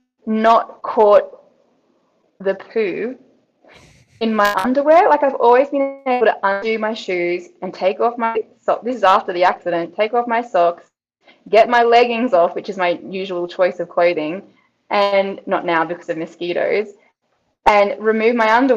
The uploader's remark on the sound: There were some technical issues with this episode.